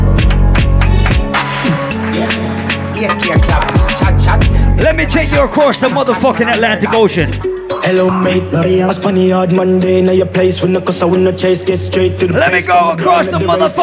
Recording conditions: busy venue